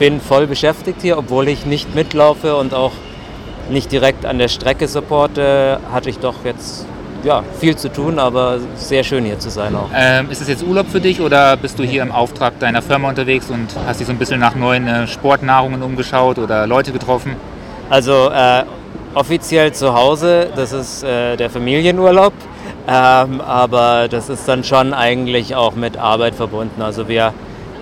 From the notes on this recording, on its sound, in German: Endlich ist der Tag gekommen und der UTMB steht an. Wir haben rund um das Event Stimmen aufgenommen und euch die Atmosphäre eingefangen.